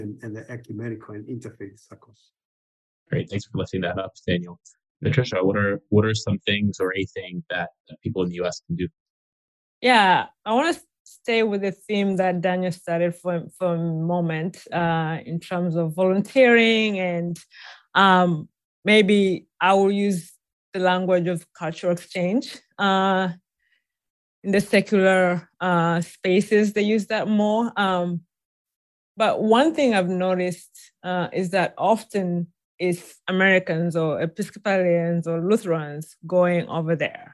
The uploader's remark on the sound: a recording of a recent webinar